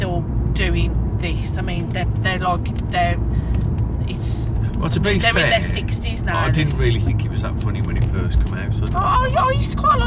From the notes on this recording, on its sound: Recorded on the car journey home from work